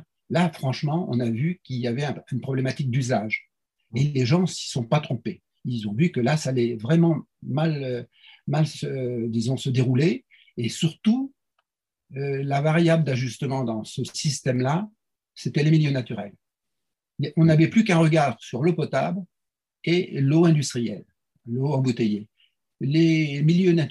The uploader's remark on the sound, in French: 9 avril 2021 en visio